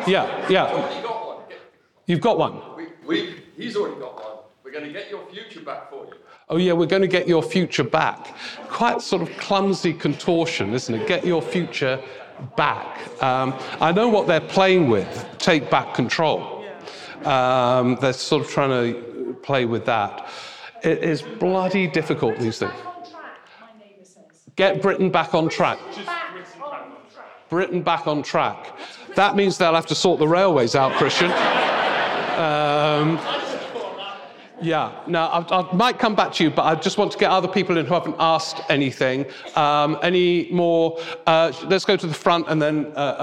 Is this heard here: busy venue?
yes